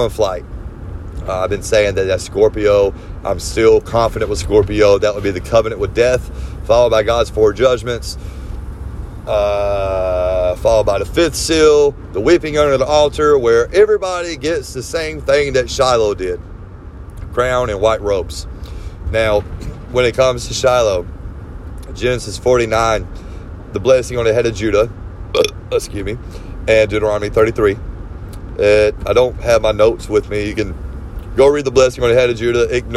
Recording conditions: phone or laptop microphone